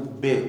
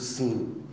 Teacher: بگو ب، میبینی صدا تو جمجمه میپیچه ولی مثلا سین نمیپیچه · Term: جهر